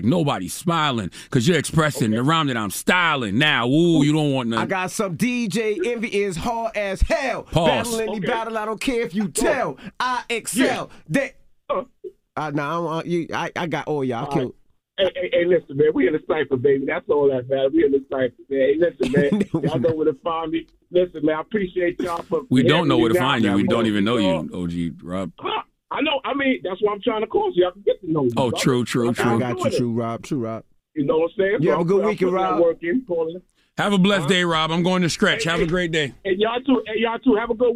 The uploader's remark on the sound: Next, they opened the phone lines for Freaky Friday.